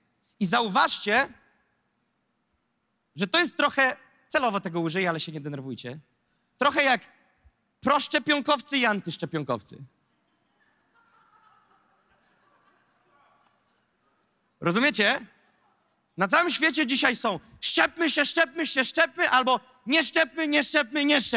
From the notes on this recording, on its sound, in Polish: Zostało nagrane podczas nabożeństwa NOF Church 23.